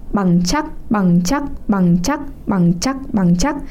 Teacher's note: Thì bản thân cái từ iamb trong tiếng Anh ấy có nghĩa là một đơn vị âm tiết bao gồm hai âm tiết, có âm nhẹ đằng trước và âm nặng đằng sau, bằng đứng trước, chắc đứng sau.